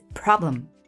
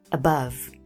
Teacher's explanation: o que aconteceu com o E de problem e o I de family e o A de above? Né? É tudo rapidinho, curtinho, átono, né? Não tem stress, não é stressed.